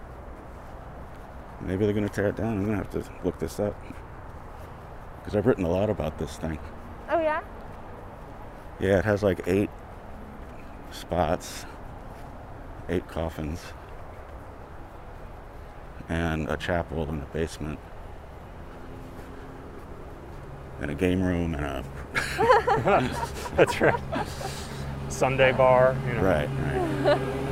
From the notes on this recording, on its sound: We go on a walk through Old Calvary Cemetery